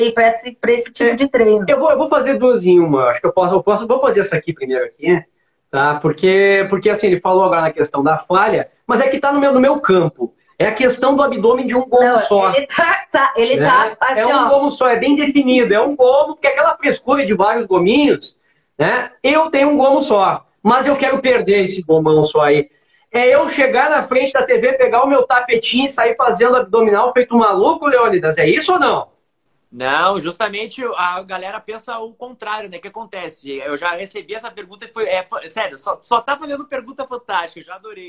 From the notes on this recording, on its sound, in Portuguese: Live realizada no Instagram